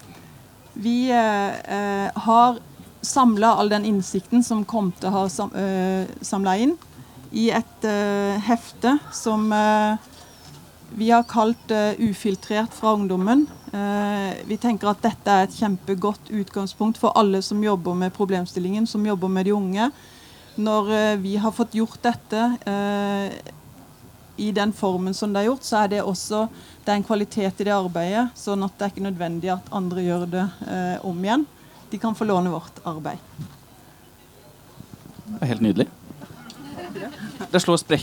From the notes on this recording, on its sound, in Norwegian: Opptak fra Arendalsuka 2023.